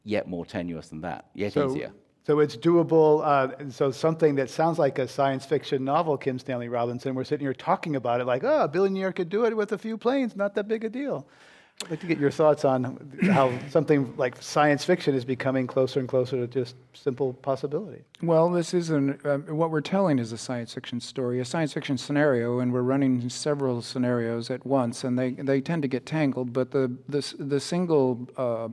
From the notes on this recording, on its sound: This program was recorded live at the Commonwealth Club of California in San Francisco.